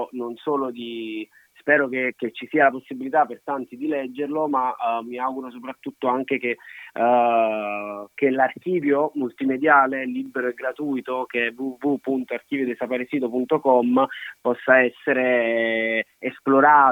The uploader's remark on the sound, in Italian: in diretta da Oregon, Stati Uniti